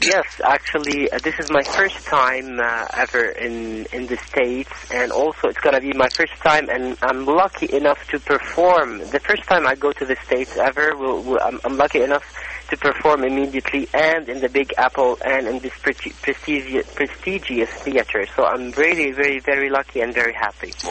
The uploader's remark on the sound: Conducted by phone in March 2013.